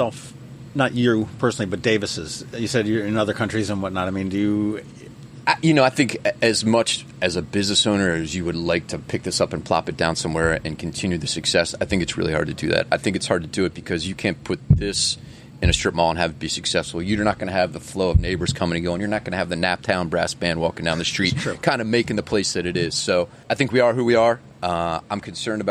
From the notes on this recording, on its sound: Today, we sit down outside of Davis' Pub.